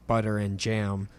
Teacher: a speaker usually still pronounces the R in the phrase butter and jam, which is known as a linking R, because the R is followed by a vowel.